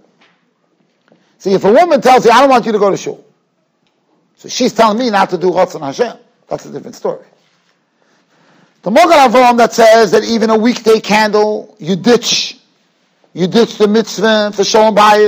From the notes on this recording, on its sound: Shiur recorded in Yeshivas Ohr Reuven, Monsey, NY.